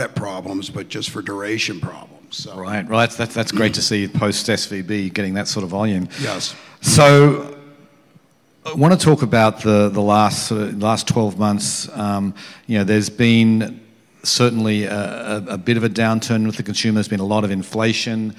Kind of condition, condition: setting, busy venue